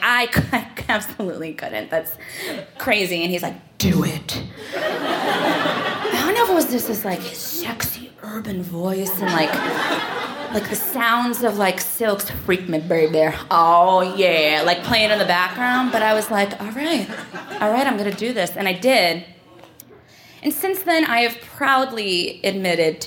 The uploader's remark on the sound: Recorded live in New York City.